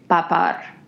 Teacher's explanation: And you kind of turn the second syllable into a rolling UR sound.